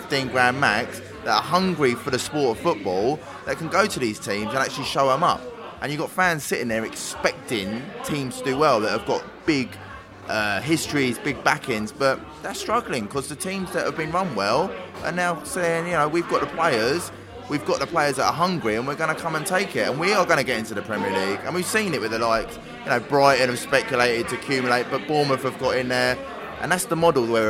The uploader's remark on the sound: QPR v Brentford pre-match podcast from the pub.